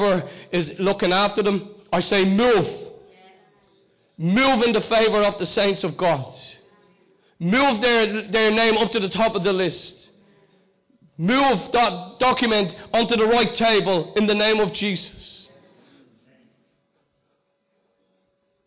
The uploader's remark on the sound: Recorded live in Liberty Church on 23rd June 2019